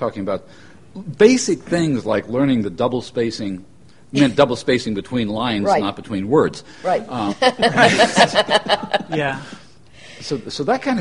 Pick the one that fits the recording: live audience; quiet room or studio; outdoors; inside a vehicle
live audience